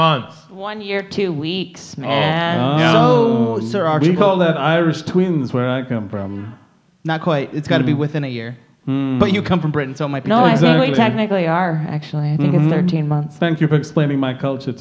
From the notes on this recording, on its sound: LIVE at The Planet Ant Podcasts Launch Party. To celebrate, we went live at Ant Hall!